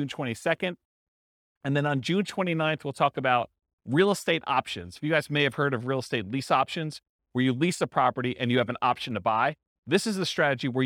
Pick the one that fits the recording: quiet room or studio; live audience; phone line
live audience